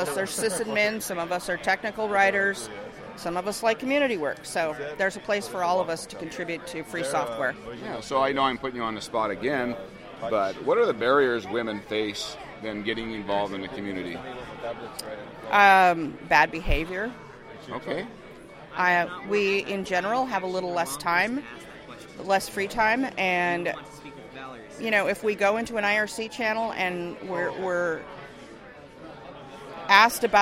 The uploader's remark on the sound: On Location at LinuxFest Northwest